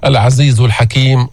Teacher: أن الزاي ليس فيها استعلاء، ما ترفع اللسان عند الزاي · Term: مستفل منفتح